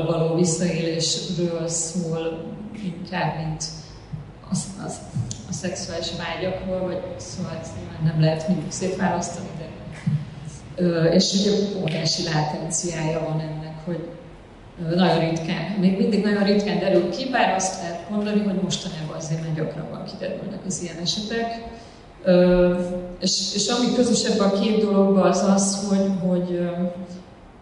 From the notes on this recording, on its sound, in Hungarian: Qubit Live-előadásában. (Elnézést kérünk a hanghibákért.)